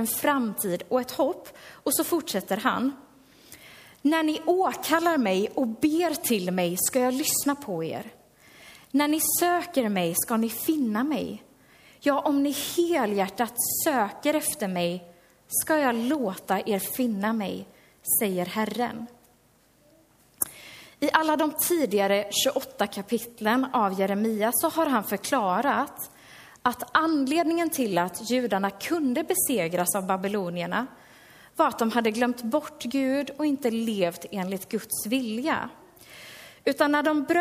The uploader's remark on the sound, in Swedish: Inspelad under gudstjänst i Löfstadkyrkan i Tranås